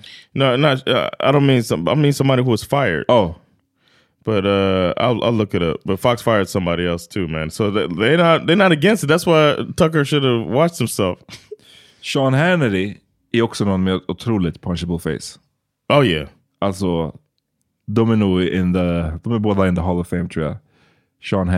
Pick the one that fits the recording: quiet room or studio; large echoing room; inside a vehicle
quiet room or studio